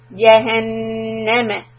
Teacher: Noon shadda, stop to count, make the meme short.